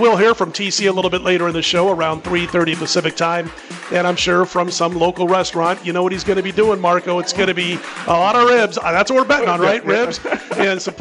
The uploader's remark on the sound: Live From Super Book at Westgate